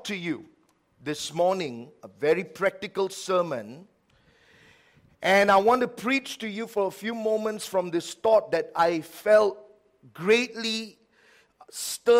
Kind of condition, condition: setting, large echoing room